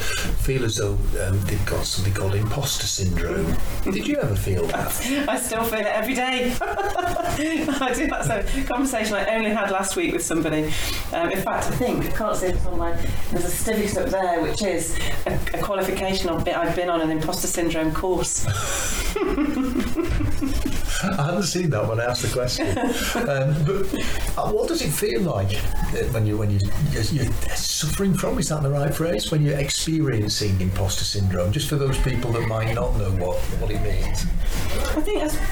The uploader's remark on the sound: The sound quality isn't the best. It was the first time the podcast left Zoomland.